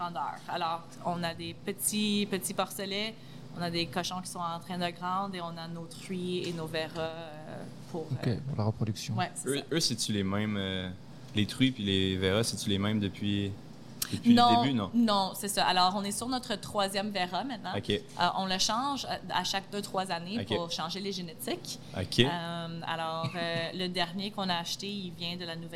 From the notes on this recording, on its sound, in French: Est au Pop Up des Fermes et Restos. Les épisodes ont été enregistrés en direct pour vous faire revivre cette belle journée.